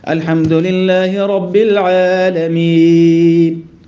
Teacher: هو حط مخرج النون اللسان في اللثة العليا لكن ما ظهرتش النون